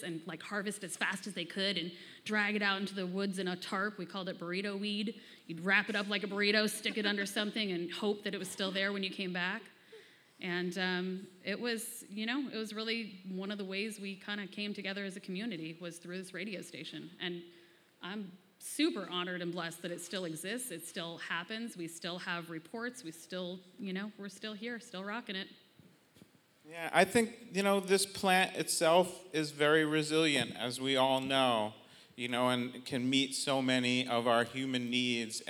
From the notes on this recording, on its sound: Did a show to raise funds for the historic Mateel Center in Redway. This is a live panel discussion.